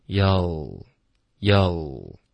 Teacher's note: you will,我们可以把它弱读成 you'll, okay?不用嘟嘴了，就直接一个 ya,结尾顶舌尖